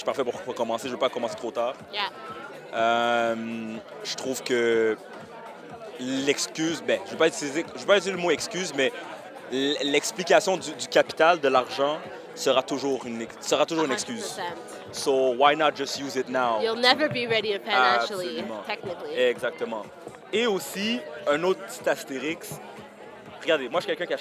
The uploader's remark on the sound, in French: En Direct du Cocktail au Canal (AJCCSOM). En direct de la Station F-MR, pour le tout premier événement de réseautage de l'AJCCSOM (L'Aile jeunesse de la Chambre de commerce du Sud-Ouest de Montréal).